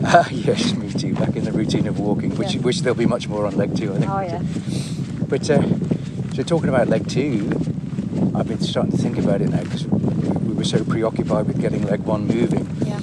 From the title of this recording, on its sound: A windy walk to Abu Jifan Fort